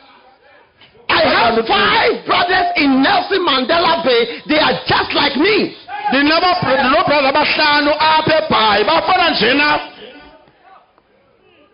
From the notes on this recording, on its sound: Preached at Healing Jesus Campaign, Port Elizabeth - South Africa